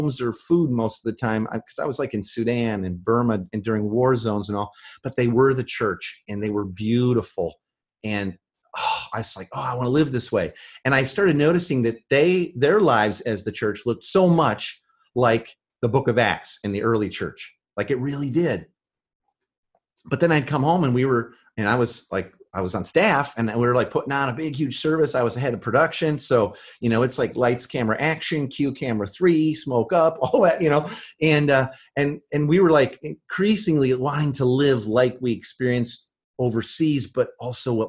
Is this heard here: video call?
yes